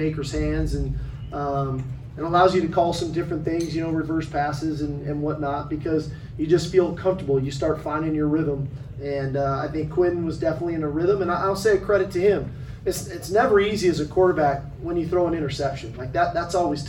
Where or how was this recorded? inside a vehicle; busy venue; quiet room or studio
busy venue